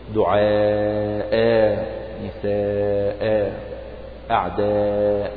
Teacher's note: والألف التي بعد الهمزة هذه تمد مدا طبيعيا بمقدار حركته · Term: مد عوض